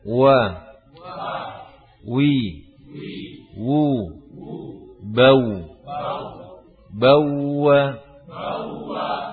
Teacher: Kalau wawu, waw tidak apa? Tidak merapatkan dua bibir kita. Ya, tidak merapatkan kedua bibir kita.